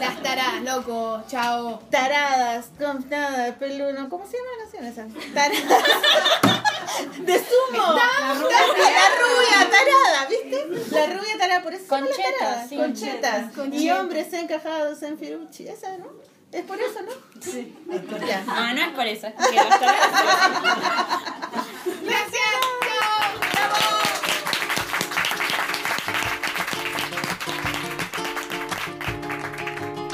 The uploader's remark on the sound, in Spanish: Nuesto primer capítulo con publico!